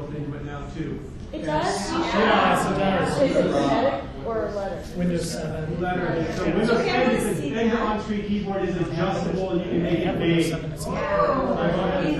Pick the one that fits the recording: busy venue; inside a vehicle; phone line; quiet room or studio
busy venue